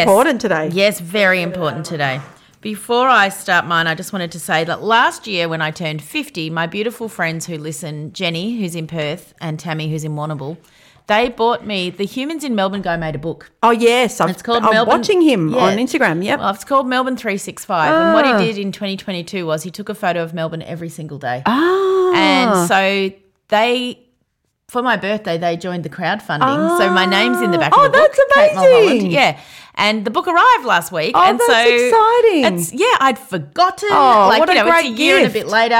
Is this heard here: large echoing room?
no